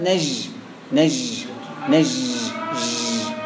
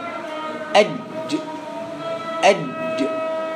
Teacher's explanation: تقول لي ما هو بيقولوا تعطيش الجيم، لا الجيم من وسط اللسان · Shown in: second take